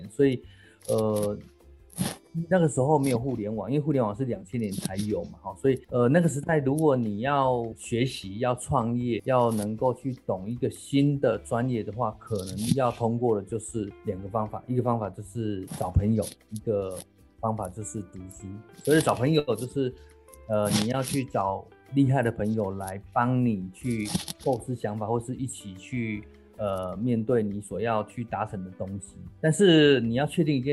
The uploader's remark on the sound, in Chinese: 本集採遠端錄音，音質上可能有些雜音